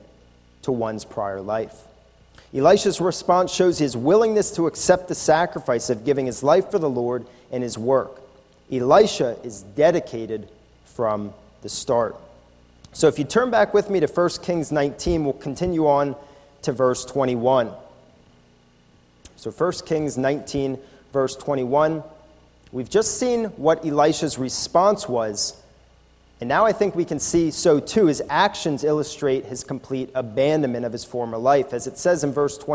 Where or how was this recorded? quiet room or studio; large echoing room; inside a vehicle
large echoing room